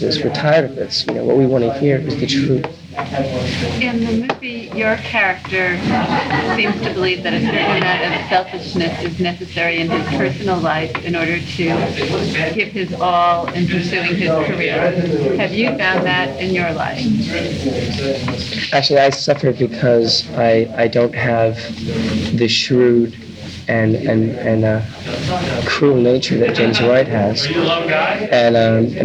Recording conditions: background noise